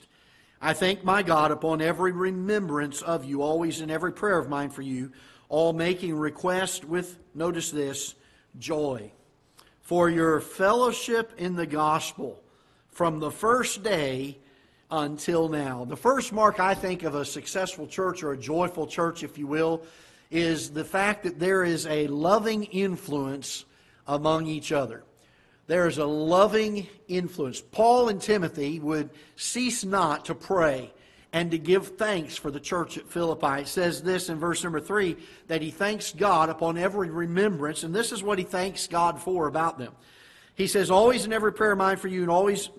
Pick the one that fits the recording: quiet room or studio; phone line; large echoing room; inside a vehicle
large echoing room